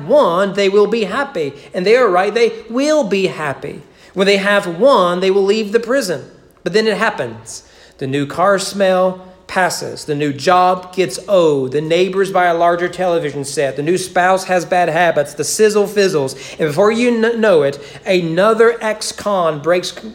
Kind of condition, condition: setting, large echoing room